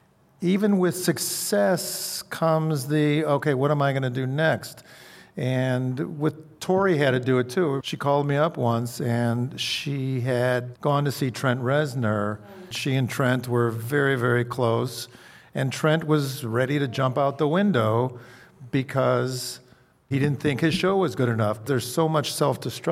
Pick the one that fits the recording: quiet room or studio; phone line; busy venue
busy venue